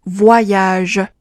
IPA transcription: vwajaʒ